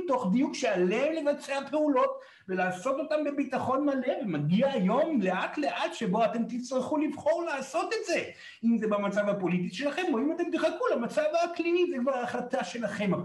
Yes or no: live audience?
yes